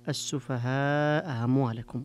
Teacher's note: الوجه الآخر تسهيل الهمزة الثانية، إبقاء إثبات الهمزة الأولى وتسهيل الهمزة الثانية